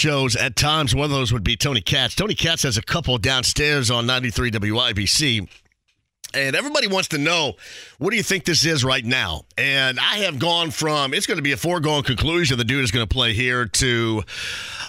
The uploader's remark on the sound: Opens the phone lines up and takes some calls! Takes another phone call from a Colts fan.